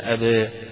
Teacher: التقليل يعني لا فتح مفتوح أبى ولا إضجاع أبي، ولكن بين الاثنين أبا، أبا بين الاثنين أبا، هنا للأزرق عن ورش أبا واستكبر.